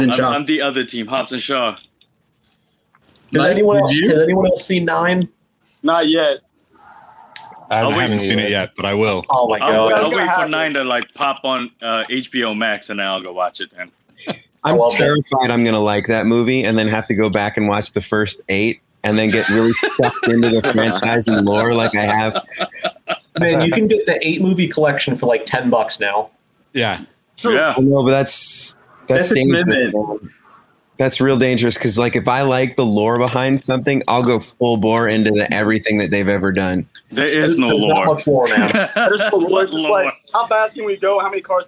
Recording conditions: video call